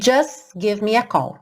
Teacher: Essa palavra just é bem comum, dependendo da palavra que venha depois, que a gente não ouça o T